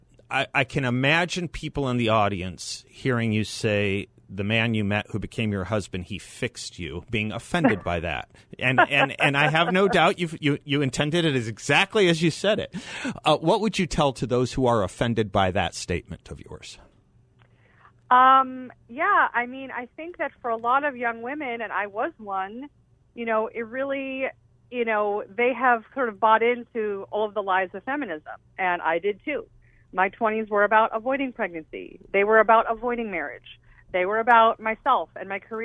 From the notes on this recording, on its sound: by phone